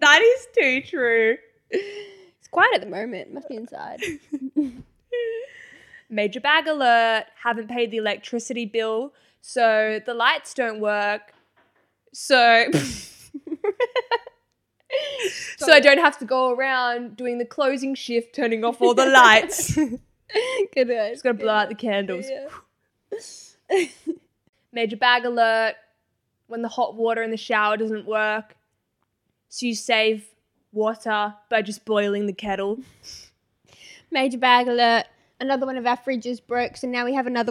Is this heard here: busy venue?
no